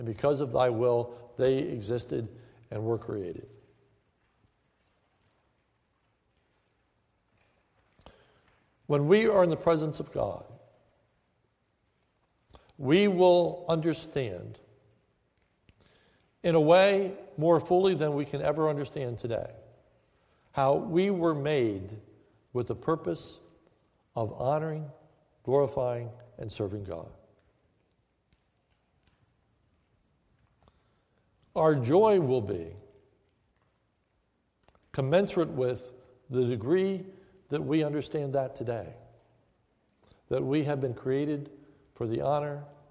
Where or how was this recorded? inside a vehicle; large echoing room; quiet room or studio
large echoing room